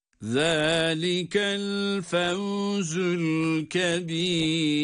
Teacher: ra harfini cezimle ve ince okuyoruz